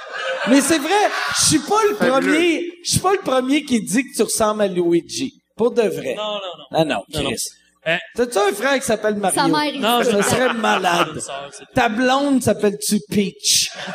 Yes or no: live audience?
yes